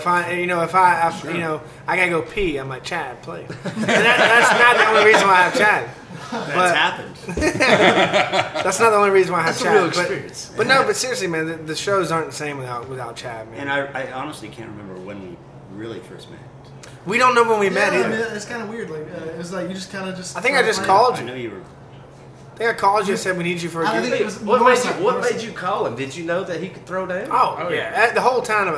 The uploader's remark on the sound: The episode was recorded at the famous Druid City Brewing Company in Tuscaloosa, AL.